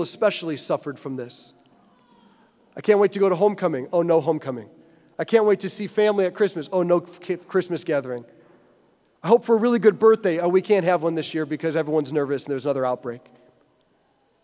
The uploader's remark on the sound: preached this homily on April 16, 2023 at St Basil the Great Catholic Church in Brecksville, OH